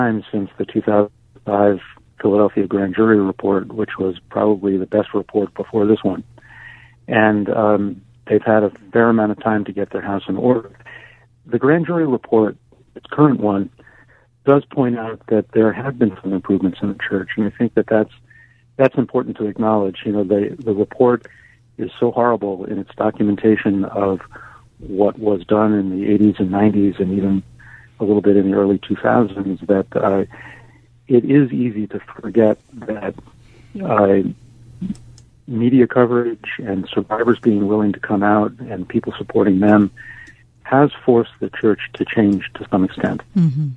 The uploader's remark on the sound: Go to the phones.